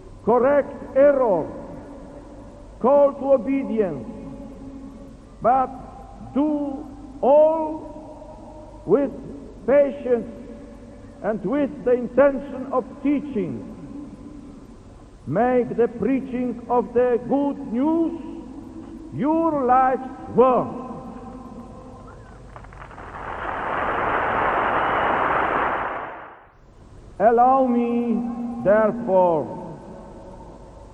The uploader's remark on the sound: homily at Bellahouston Park in Glasgow in 1982